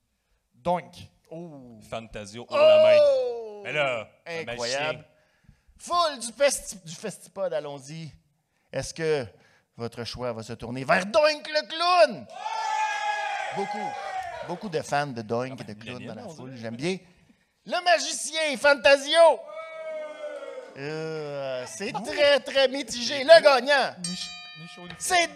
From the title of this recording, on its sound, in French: live au FESTIPOD